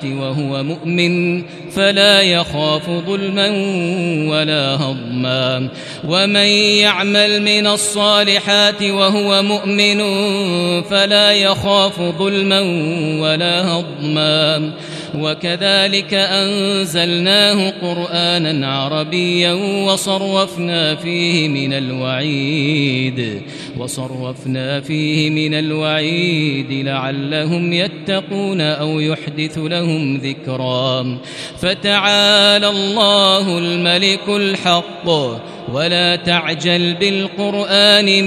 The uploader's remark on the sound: This is Live Recitation from Masjid ul-Haram in Al-Makkah Al-Mukarramah, 1440 H./2019 A.D.